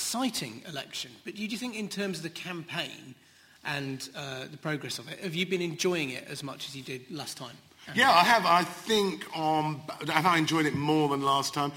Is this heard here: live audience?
yes